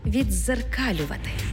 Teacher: «ди» переходить у подовжений звук «дз»